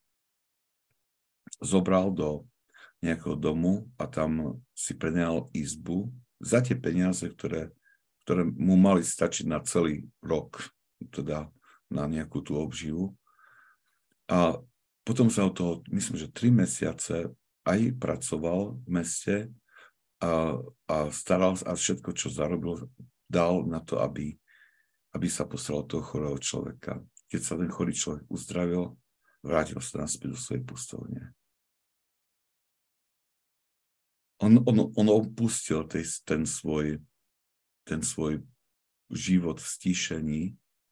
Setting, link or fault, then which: link, video call